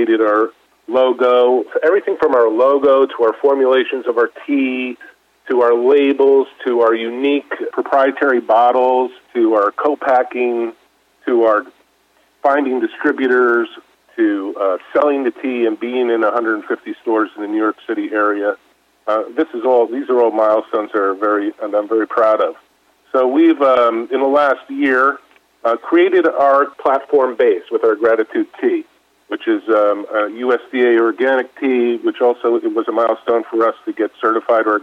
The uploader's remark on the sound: called in to SmallCapVoice